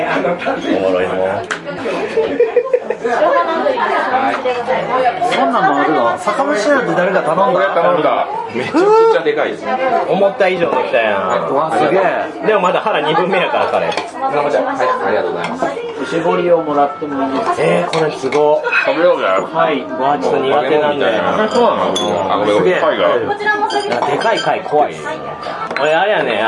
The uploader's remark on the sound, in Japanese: 店内収録のため、騒音雑音が激しく入っております。